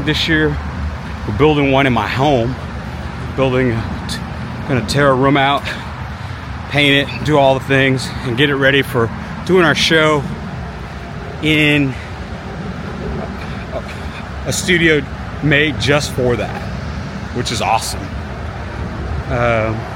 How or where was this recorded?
outdoors